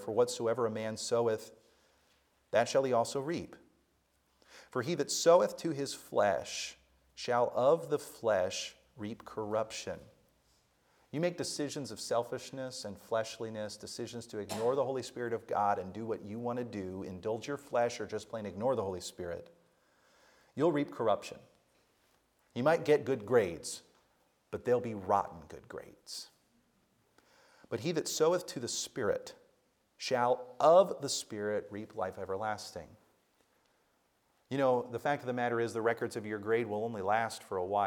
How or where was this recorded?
live audience